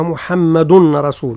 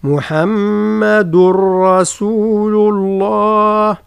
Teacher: ثم التنوين متاع محمد يدغم في الراء من لفظة رسول · Shown in: second take